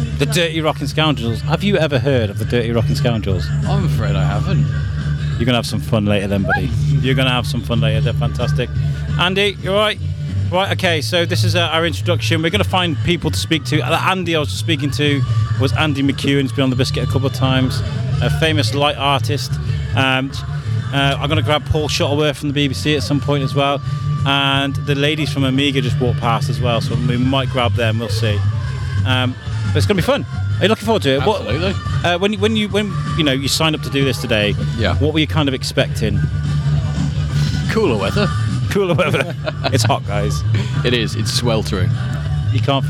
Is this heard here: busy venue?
yes